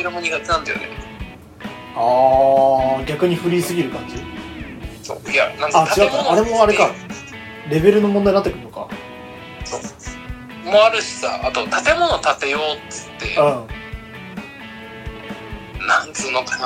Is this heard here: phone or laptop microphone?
yes